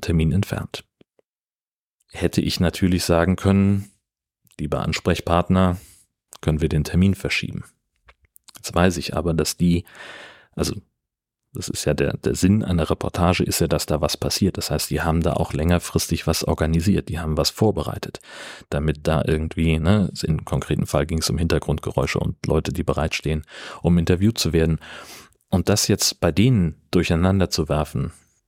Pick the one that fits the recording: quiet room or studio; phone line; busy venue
quiet room or studio